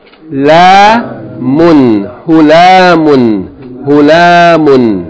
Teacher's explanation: The last word, short vowel, long vowel followed by tanween, three syllables